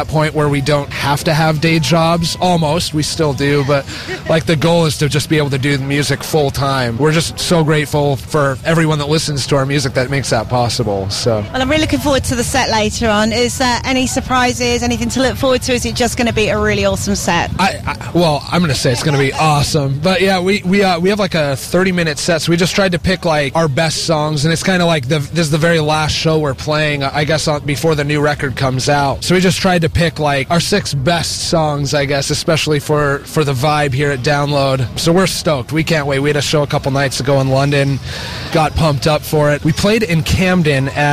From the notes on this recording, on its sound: backstage at Download Festival